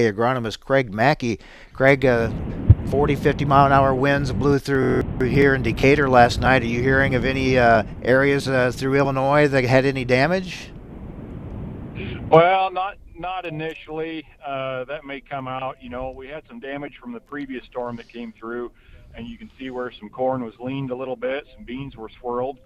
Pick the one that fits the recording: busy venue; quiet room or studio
busy venue